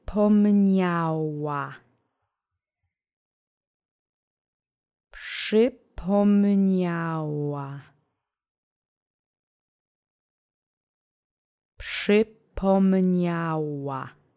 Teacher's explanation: And the rest of the word has phonemes that we have in English. So the accent is on the penultimate syllable.